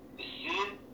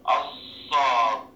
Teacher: ارتفاع وعلو، ارتفاع وعلو. انما السين والزاي مفيش استعلاء خالص. ايوه دي فرق في النطق عن الصاد